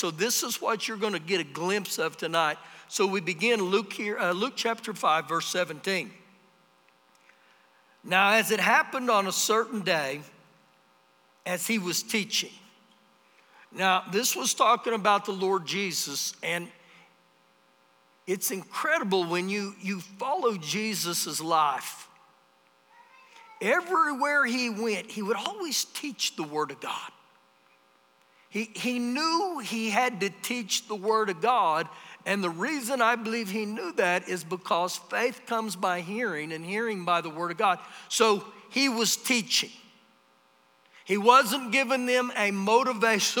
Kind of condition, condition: setting, large echoing room